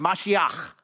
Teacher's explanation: And when I say that, notice I don't just say Mashiach, but Mashiach because you have to have that guttural, you know, like phlegmy thing happening at the end of the word